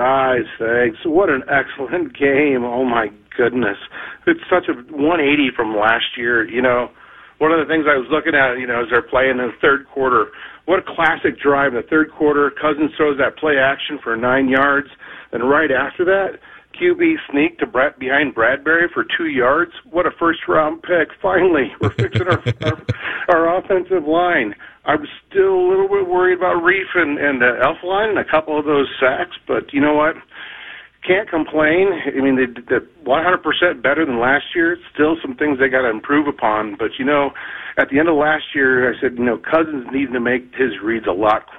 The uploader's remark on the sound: take phone calls and social media reaction from fans